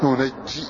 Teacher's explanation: فتح النون وتشديد الجيم